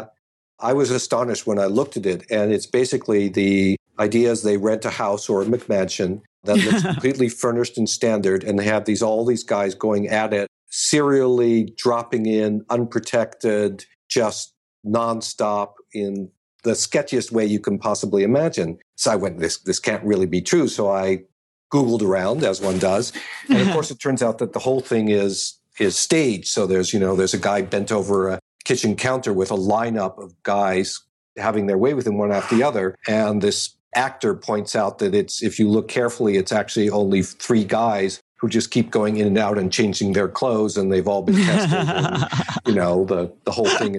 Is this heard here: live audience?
no